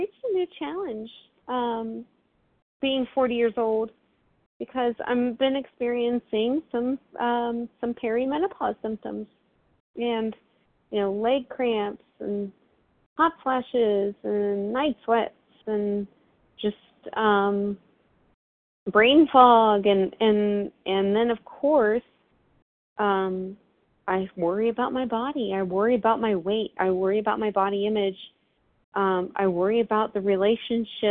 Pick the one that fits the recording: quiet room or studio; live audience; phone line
phone line